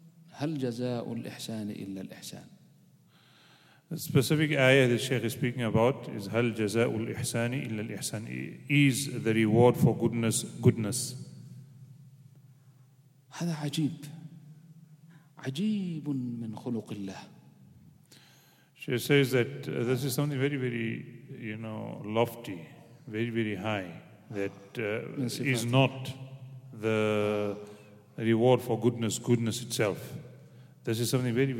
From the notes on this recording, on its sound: Programme at the Houghton Masjid (West Street)